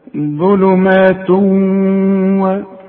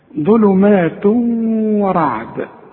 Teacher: لما يبقى فيه ادغام كأن الواو مشددة